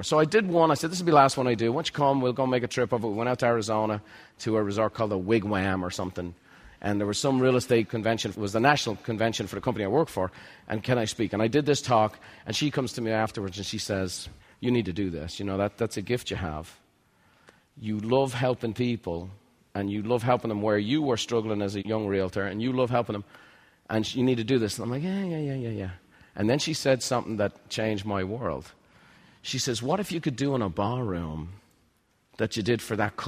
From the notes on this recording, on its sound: recorded at MasterMind Summit® in San Diego